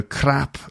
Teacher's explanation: It's not like a full-on rolled R. It's just once.